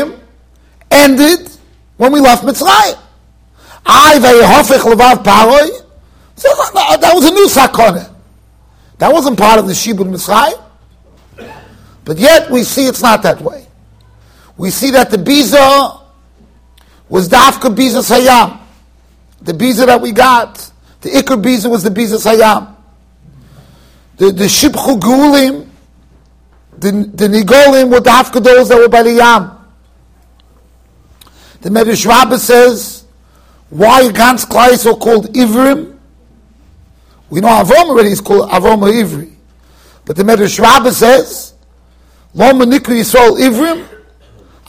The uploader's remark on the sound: Shiur recorded in Yeshivas Ohr Reuven, Monsey NY.